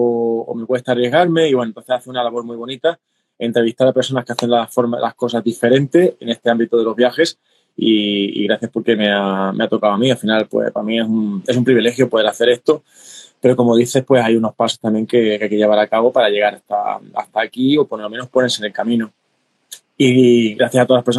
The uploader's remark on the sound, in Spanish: Revivimos los encuentros en directo que realizamos en Instagram